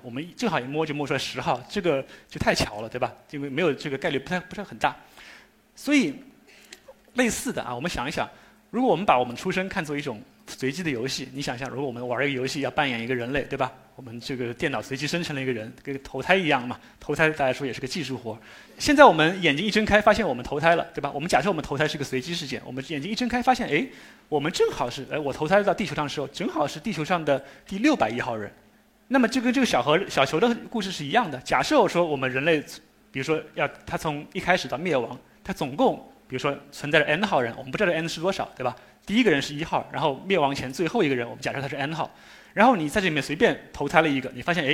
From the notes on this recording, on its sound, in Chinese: 一席现场